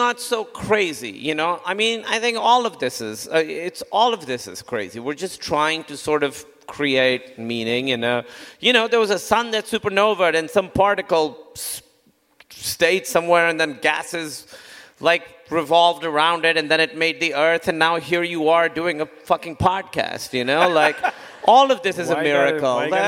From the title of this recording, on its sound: Live from Los Angeles